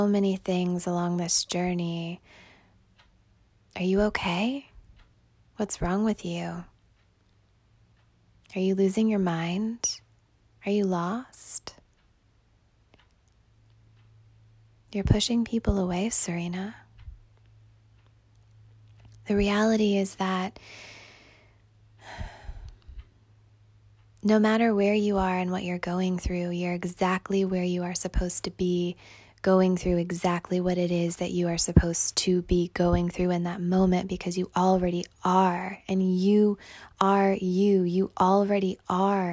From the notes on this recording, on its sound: a human with a phone recording this Podcast for you right now